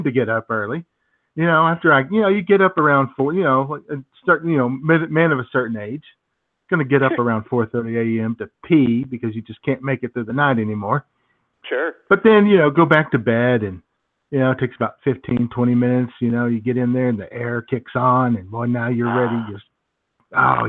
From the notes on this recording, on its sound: your phone calls